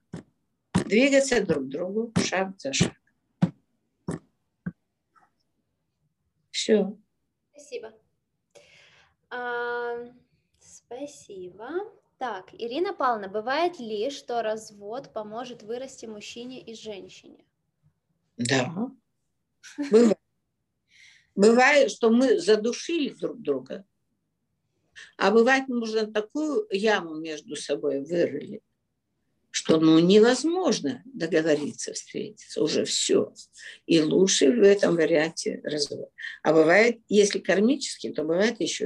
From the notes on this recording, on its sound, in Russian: Zoom-эфир. Запись прямого эфира с ответами на вопросы на тему отношений.